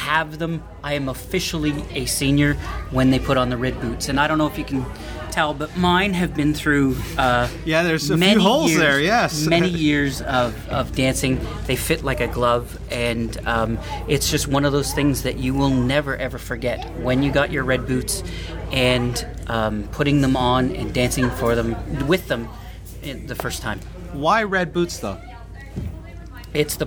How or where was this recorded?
busy venue